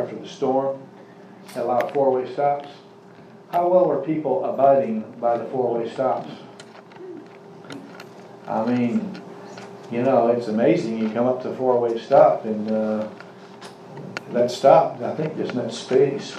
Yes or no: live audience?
yes